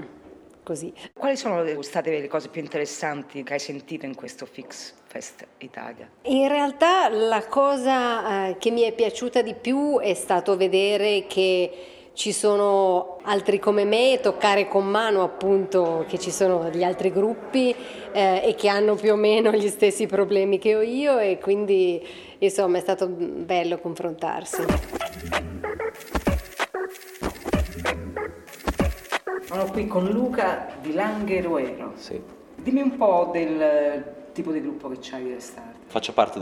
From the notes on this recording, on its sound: It features interviews recorded in Turin during the event, capturing participants and organisers’ excitement, and the energy at the event. Fixfest Italia took place within the Turin Mini Maker Faire.